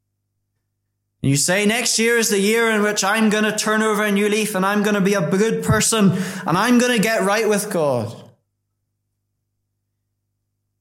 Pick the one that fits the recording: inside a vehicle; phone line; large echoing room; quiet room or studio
large echoing room